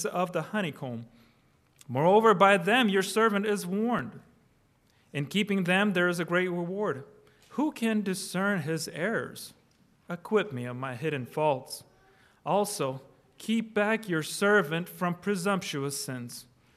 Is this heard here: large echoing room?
yes